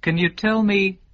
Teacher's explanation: Can 是这样念的。 Can.肯，也就是说不重读，要念肯。